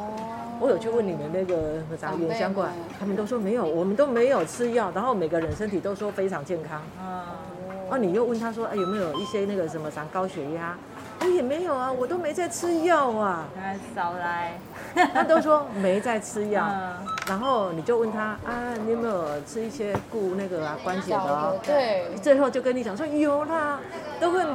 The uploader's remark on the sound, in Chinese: 跟著團隊來到711小琉球門市進行好鄰居健康教室的活動。當天有絡繹不絕的長輩加入我們的活動。連到訪小琉球的旅客都一起加入篩檢的行列。我們直接在711門市進行收音。